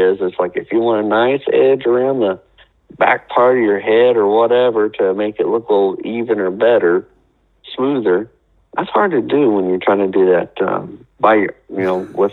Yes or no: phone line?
yes